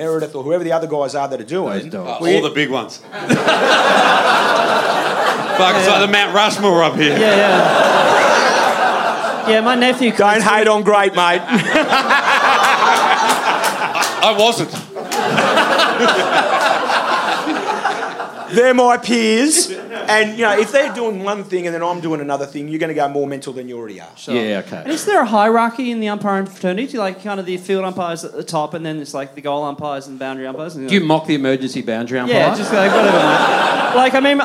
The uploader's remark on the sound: September Live Show. From Wayne Jackson Studios.